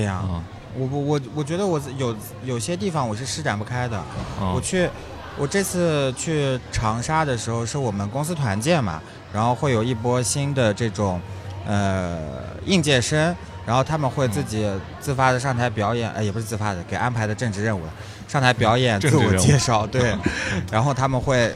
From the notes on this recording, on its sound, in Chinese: 市集现场。尤其在市集摆摊过程中。我们还是尝试了一次公开录音，面对形形色色走过的观众。